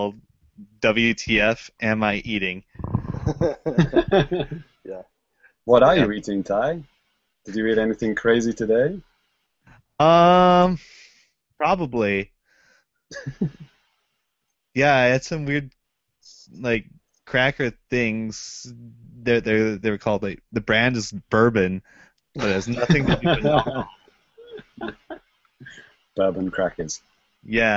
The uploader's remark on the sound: Recorded LIVE via Google Hangouts on Air